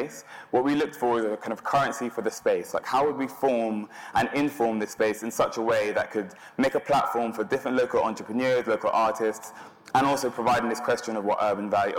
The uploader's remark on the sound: An on-stage conversation